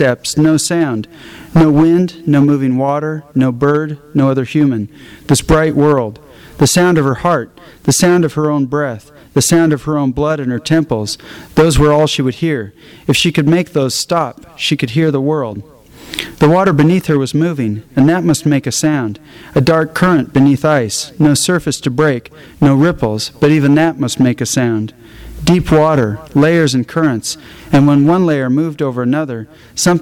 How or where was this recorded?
live audience